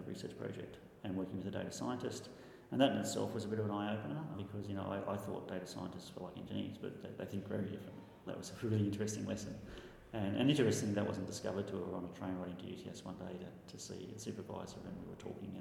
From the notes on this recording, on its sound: The episode was recorded on the second day of last week’s Modern Manufacturing Expo